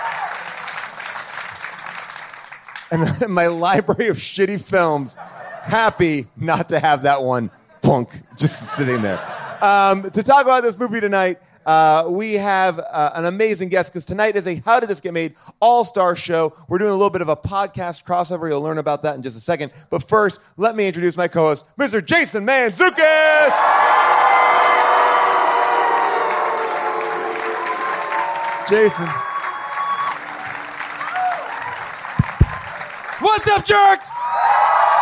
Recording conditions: live audience